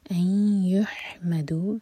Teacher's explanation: ادغام غنہ کے ساتھ ناک میں آواز لے جائیں گے اور دو سیکنڈس کا ٹائم دیں گے